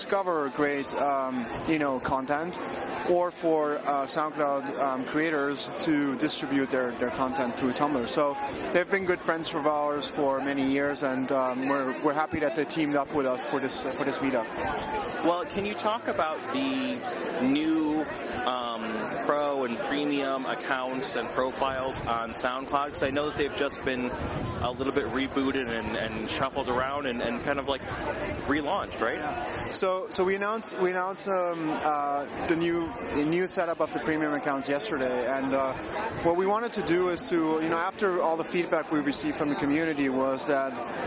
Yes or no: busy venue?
yes